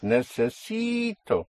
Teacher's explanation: You have a vowel at the end, so you push down on the syllable before last, on the penultimate syllable, which makes it necesito. And then you come up on O.